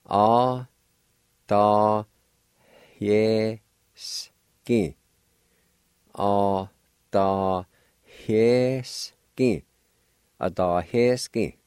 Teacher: between the A and the Y, there's a faint H sound like this. A-tha-hye-s-ki.